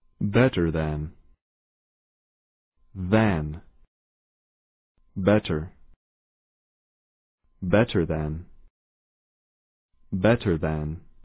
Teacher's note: دقت کنید که باید اولش رو نکزبونی بگید. Than نباید بگید.